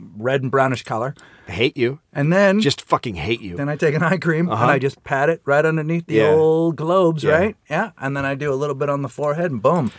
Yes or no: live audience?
no